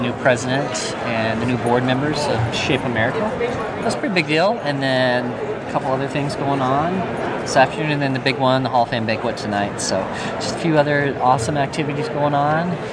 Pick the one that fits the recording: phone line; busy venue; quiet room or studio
busy venue